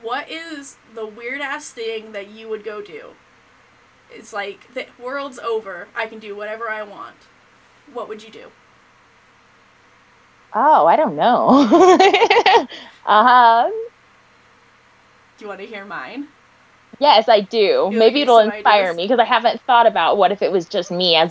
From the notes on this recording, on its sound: I apologize about the audio quality in this episode.